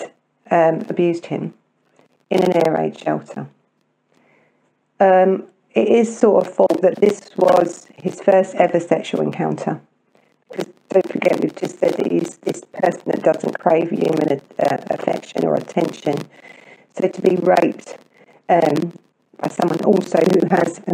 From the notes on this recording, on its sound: Sorry for the sound quality of this podcast